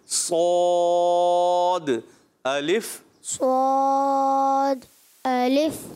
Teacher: اچھا صاد ہونٹ گول نہ کریں، صاد بغیر ہونٹ گول کے موٹا بھی کرنا ہے، زبان کی جھاڑا اوپر اٹھائیں، درمیان بھی اوپر لے جائیں اور پڑھیں صاد منہ بھر کے.